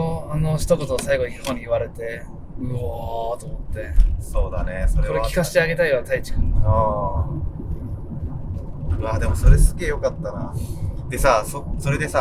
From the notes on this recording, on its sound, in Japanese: 動画撮影の現場に行って興奮した帰り道に撮ったポッドキャストです。